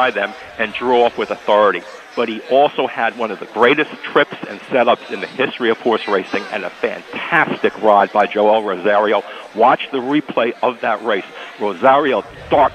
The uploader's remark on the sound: live at Bar